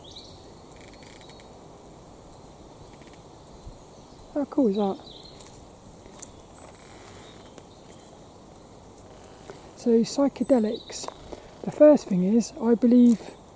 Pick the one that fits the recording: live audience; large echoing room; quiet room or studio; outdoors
outdoors